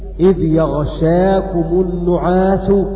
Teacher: بفتح الياء وتخفيف الشين مفتوحة أمامها ألف